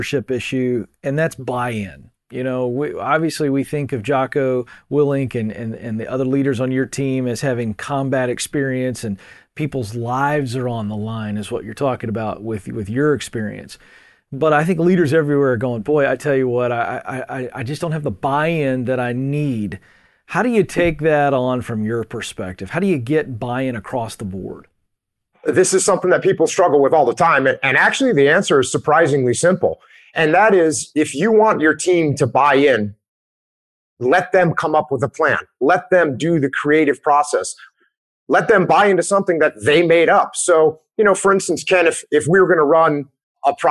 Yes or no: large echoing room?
no